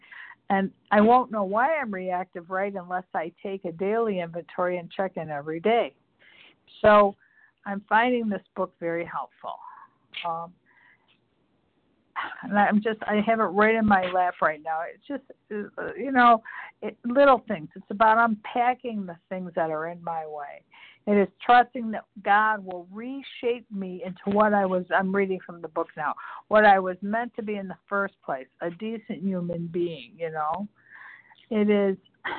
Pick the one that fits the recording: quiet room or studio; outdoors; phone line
phone line